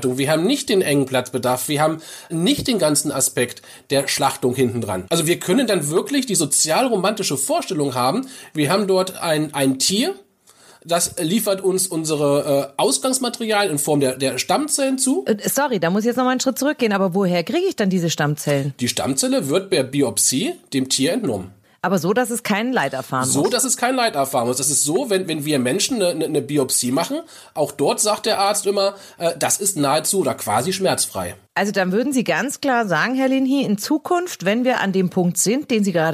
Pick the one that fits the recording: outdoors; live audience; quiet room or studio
quiet room or studio